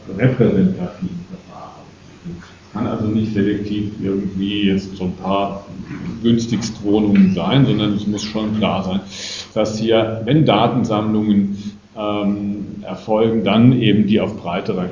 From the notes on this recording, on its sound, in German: Gekürzter Mitschnitt eines Vortrags. In Darmstadt.